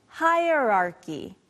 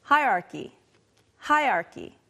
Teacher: However, most people say something like this, hierarchy, hierarchy. Sometimes the R kind of disappears · Shown in: second take